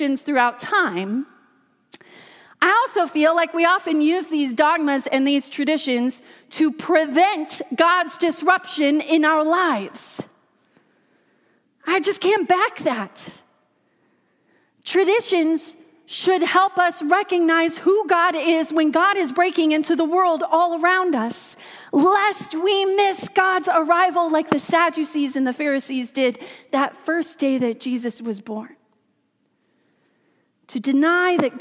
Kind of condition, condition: setting, large echoing room